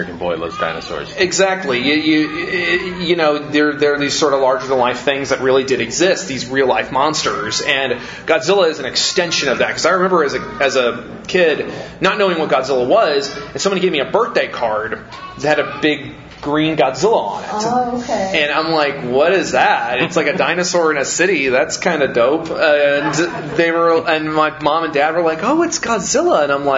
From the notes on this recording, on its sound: Live from G-Fest 25